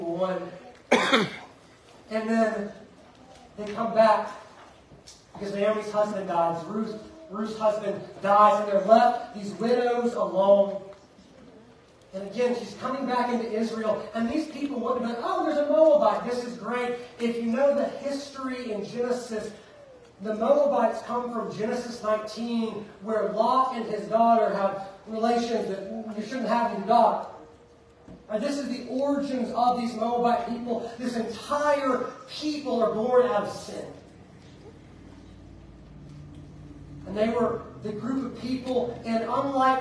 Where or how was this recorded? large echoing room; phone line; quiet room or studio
large echoing room